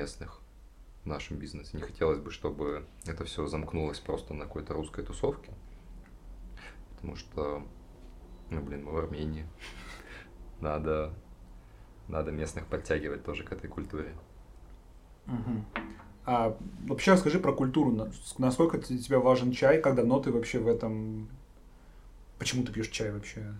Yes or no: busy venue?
no